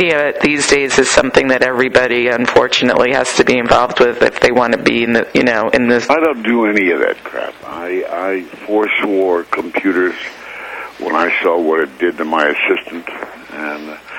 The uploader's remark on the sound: We spoke over the phone. From Los Angeles.